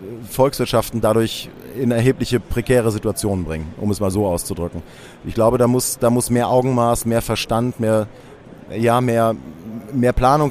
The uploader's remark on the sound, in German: EXPO REAL On Air 2.0 // Sonderfolge: EXPO REAL 2023. Live aufgenommen am Messestand der CINTHIA Real Estate auf der EXPO REAL 2023 in München.